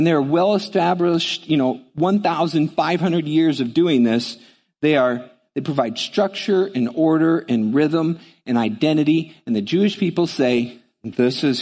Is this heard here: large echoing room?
yes